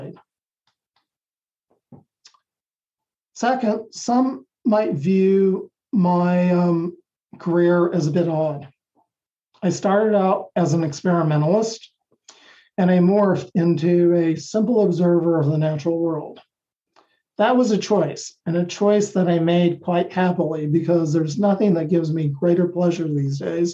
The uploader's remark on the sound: The lectures are conducted via Zoom within our CICASP Seminar in Science Communication for graduate students of our program at Kyoto University.